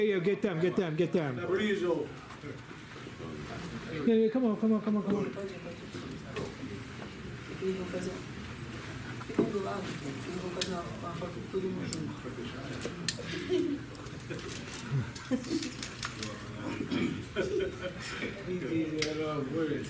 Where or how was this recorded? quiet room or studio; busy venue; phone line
busy venue